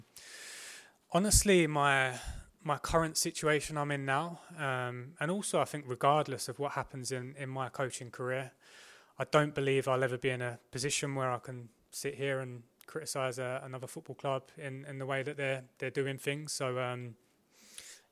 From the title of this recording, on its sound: PRESS CONFERENCE